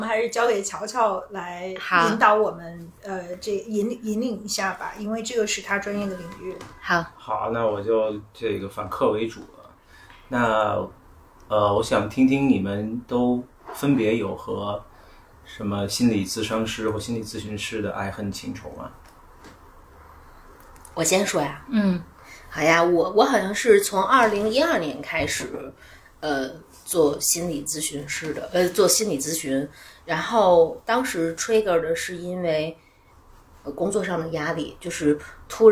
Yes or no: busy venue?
no